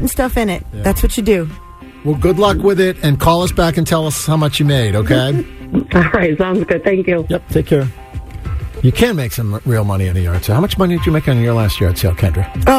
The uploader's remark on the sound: The MAGIC listeners called